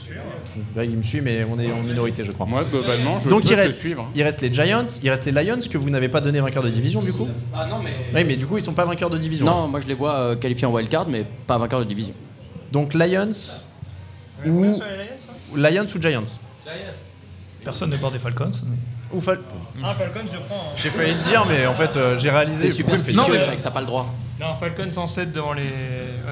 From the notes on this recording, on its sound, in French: Devant le public du Hard Rock Café, l'équipe du podcast Touchdown Actu se lance dans les prédictions.